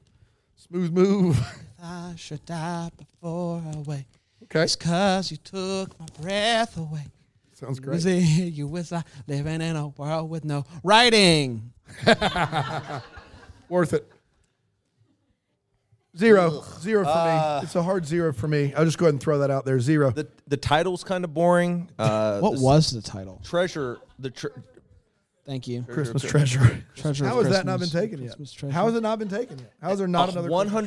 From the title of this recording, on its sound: LIVE FROM BRAMBLE FEST